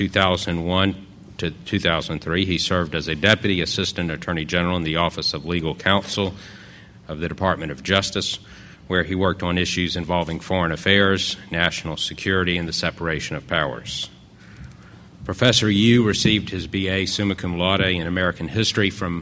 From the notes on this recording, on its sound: Presented this panel discussion at the 2006 Annual National Lawyers Convention on November 17, 2006. The Federalist Society's Federalism & Separation of Powers Practice Group presented this panel discussion at the 2006 Annual National Lawyers Convention.